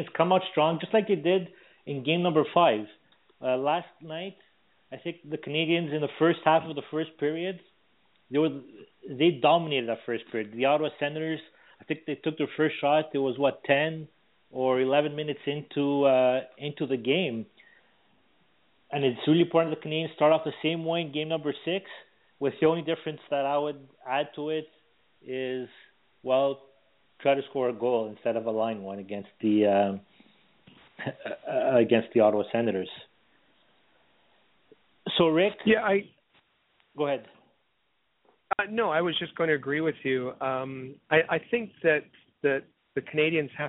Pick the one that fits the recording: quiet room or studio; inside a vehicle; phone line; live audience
phone line